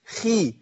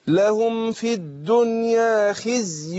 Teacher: الخاء المكسورة بتاخد أدنى درجات التفخيم